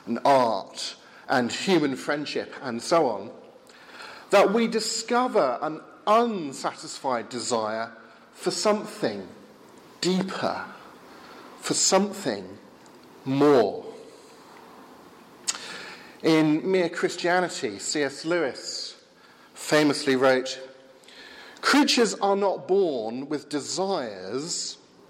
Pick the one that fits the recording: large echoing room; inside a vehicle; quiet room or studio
large echoing room